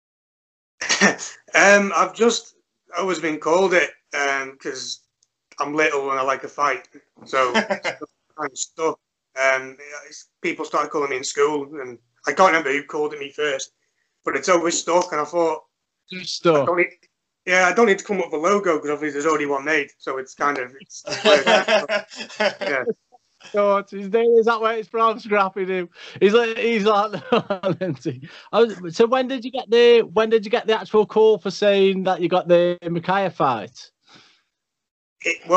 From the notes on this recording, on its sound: Major issues with the recording/streaming but we got there in the end.